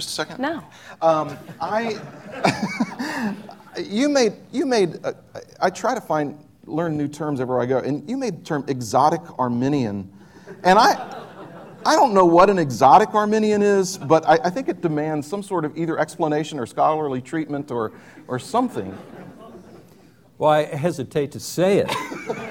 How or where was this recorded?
live audience